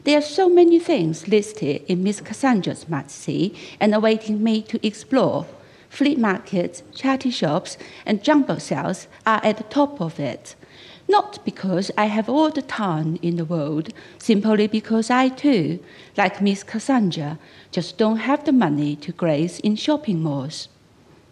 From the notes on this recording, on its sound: Featuring an hour of new writing read by the writers on this year’s National Centre for Writing Escalator programme - recorded earlier this year at the showcase event, here at Dragon Hall.